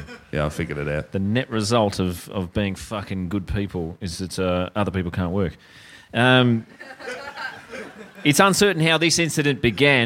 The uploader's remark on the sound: LIVE IN SYDNEY